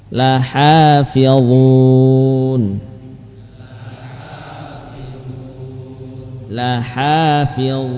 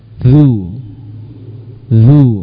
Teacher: beda dengan zal adalah dari sisi tafkhimnya, isti'lanya